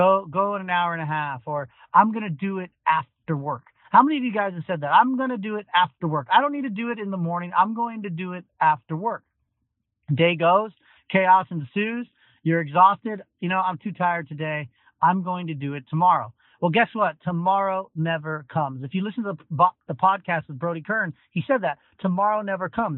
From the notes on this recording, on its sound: Joins us live from his car on the road.